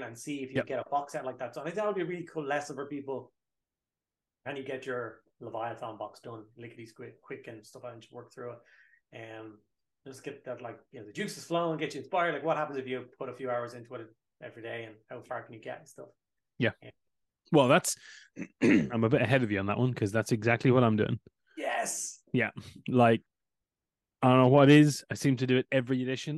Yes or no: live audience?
no